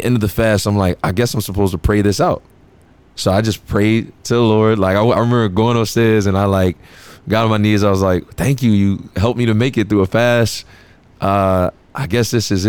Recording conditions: busy venue